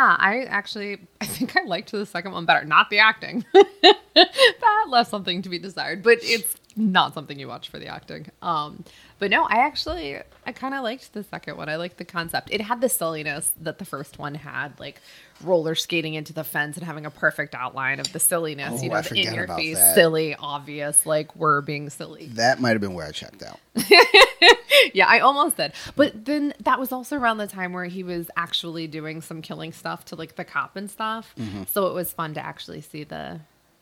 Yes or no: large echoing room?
no